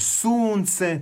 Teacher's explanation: to je dug naglasak. i penje se intonacija pa zatim pada